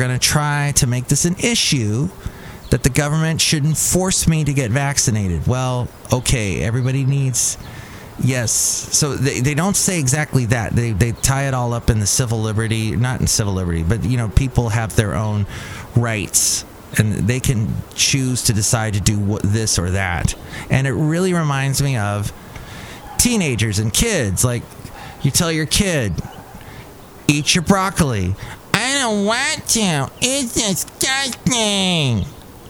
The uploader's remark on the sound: podcasts live from Cafe Anyway